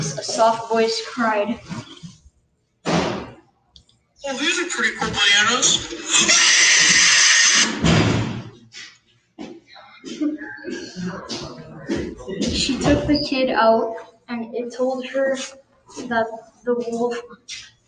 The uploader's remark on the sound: the audio is not that good because I didn't use my mic